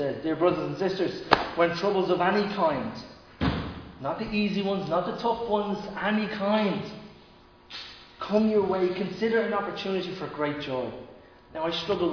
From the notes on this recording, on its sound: Recorded live in Liberty Church on 8 August 2021.